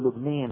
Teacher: أهل لبنان يميلون إمالة كبرى